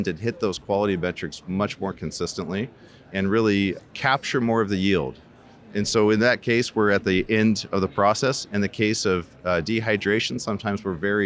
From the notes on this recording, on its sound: joins us from the Rally Innovation Conference